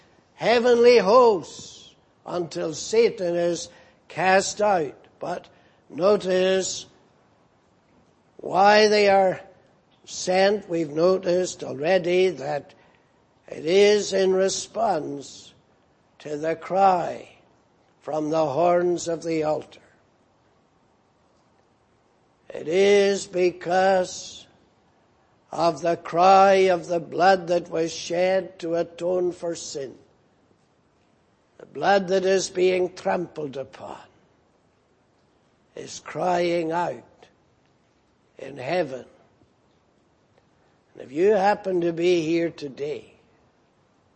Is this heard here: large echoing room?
yes